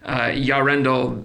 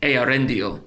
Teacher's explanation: the EA, the EO, and the OE combinations are disyllabic, meaning each one of those vowels should be pronounced · Shown in: second take